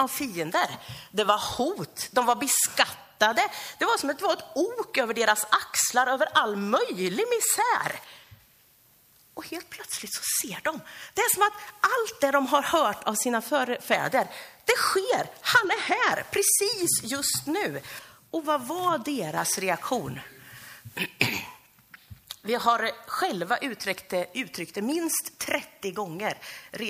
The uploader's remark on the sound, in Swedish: Inspelad under gudstjänst i Löfstadkyrkan i Tranås första advent 2023-12-03.